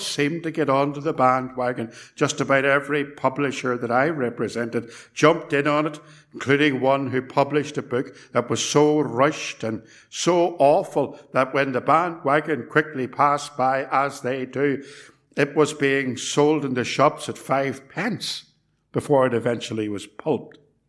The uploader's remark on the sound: It was recorded at Templepatrick Reformed Church and is reproduced here with their kind permission.